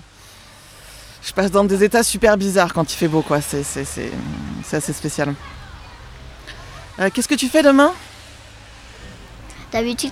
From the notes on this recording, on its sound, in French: Défilé de questions-réponses suspendus dans la caravane de La Grande Illusion sur le parvis de la Borderline Fabrika lors du festival 5e Pierre.